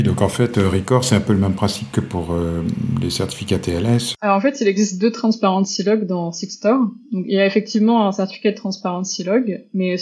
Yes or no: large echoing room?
no